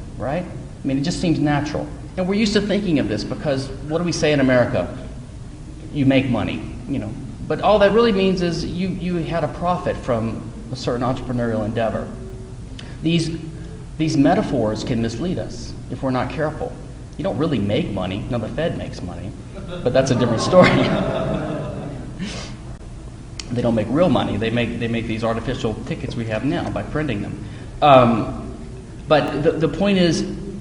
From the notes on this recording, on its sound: At the 2010 Students for Liberty Texas Regional Conference, University of Texas, Austin. At the 2010 Students for Liberty Texas Regional Conference, University of Texas, Austin.